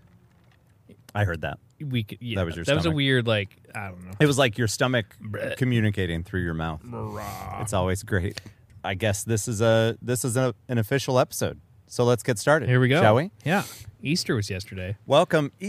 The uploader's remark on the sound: Live from the backyard!